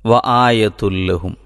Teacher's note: ആയത്തുൻ എന്നതിലെ ആ നൂന്, ഉച്ചാരണത്തിൽ വരുന്ന നൂന് ലാമിൽ അലിഞ്ഞു ചേർന്നാണ് വായന നടക്കുന്നത്